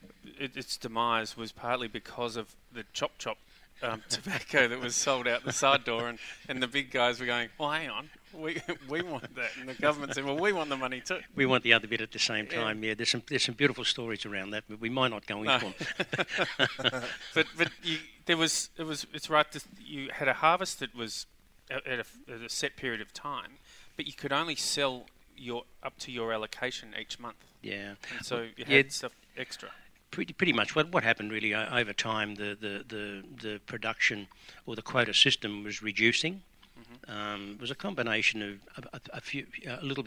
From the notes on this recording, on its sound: King Valley Outside Broadcast-June 2021. The Wine Show Live from the King Valley from Pizzini wines.